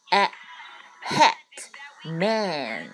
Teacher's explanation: 我们尽量要把嘴巴张大，A，然后舌头顶在上牙，下牙齿的后背